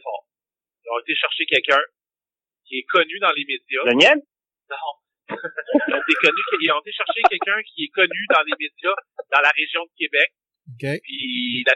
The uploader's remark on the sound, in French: Excuser la qualite du son car j\\'ai faiut ca par telephone